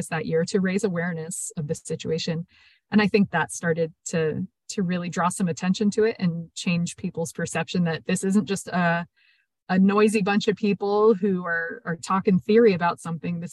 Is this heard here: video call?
yes